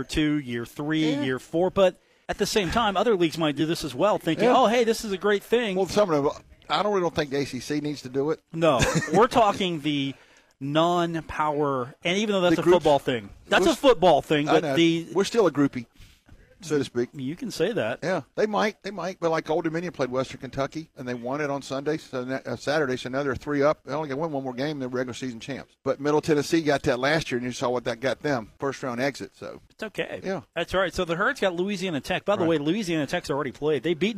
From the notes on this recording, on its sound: From The Union Pub and Grill in Huntington.